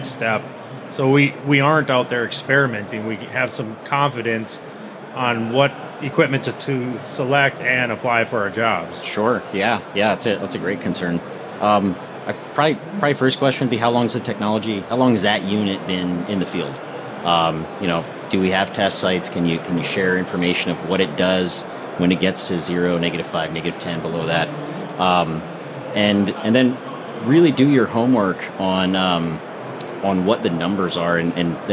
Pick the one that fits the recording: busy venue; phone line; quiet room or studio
busy venue